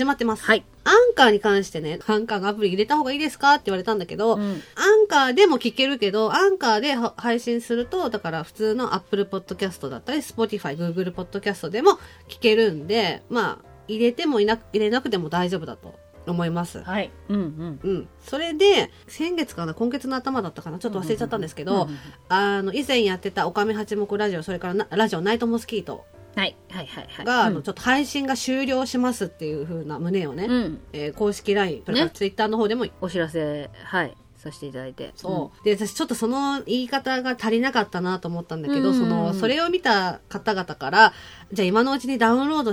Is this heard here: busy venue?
no